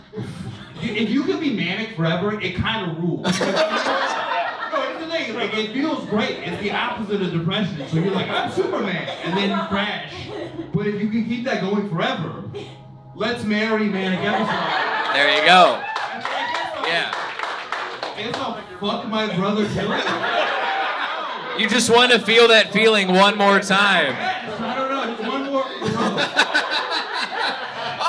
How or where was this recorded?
live audience